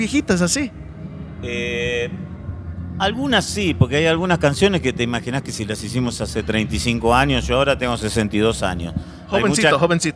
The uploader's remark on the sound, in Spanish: Grabado en el backstage de el icónico Foro Sol en la Ciudad de México, este sirvió de trasfondo perfecto para esta entrevista realizada justo cuando el grupo estaba a punto de subir al escenario.